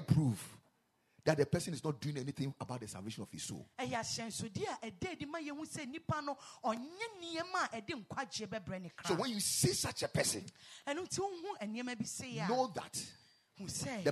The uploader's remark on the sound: Preached at the Ekklesia Campus.